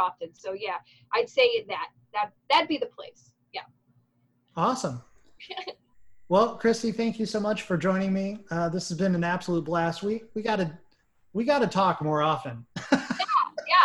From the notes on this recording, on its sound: Recorded via Zoom